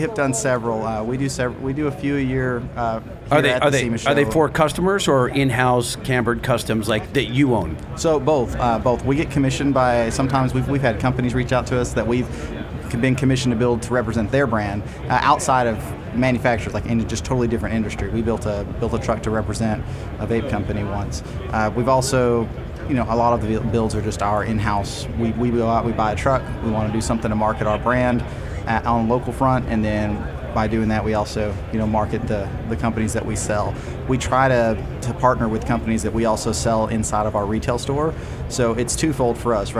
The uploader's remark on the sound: SEMA Show 2023 Part 1, Live From The EGR Booth